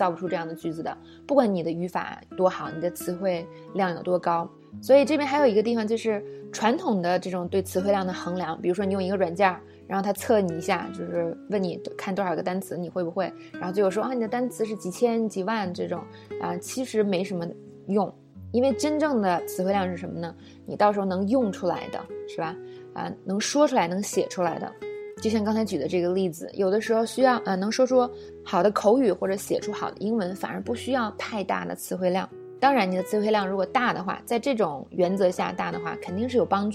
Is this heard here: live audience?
no